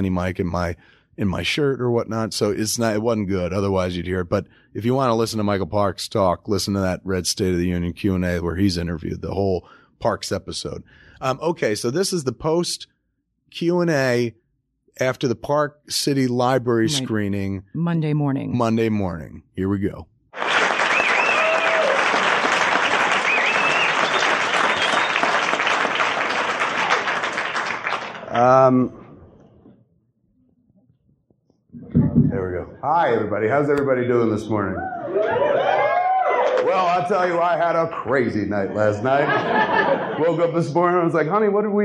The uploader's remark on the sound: clips recorded at Park City as well as a recent blogger screening